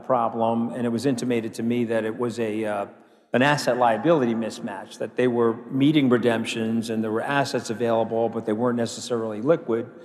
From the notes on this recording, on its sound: A Consensus 2023 panel